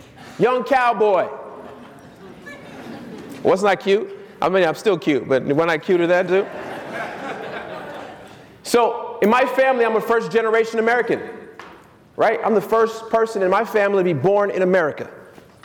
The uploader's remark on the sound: Keynote speech at Wholesaling Summit 2018